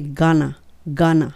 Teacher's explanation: gonna の時は当然ねんねなので歯の裏につけて